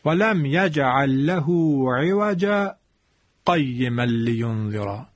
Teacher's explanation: اگر وقف کردیم که چه بهتر اتفاقا، اما اگر خواستیم وصل بکنیم دقت کنید که حتما باید با سکت همراه باشد